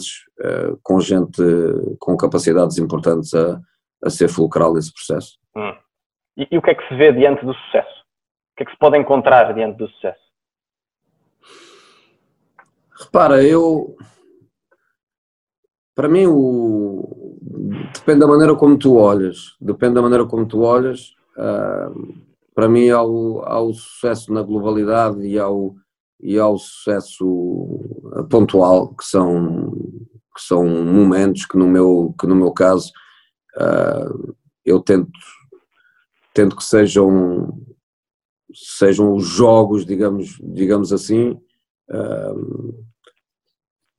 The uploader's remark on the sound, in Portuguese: Esta conversa foi gravada online. Ainda que o meu som não esteja perfeito.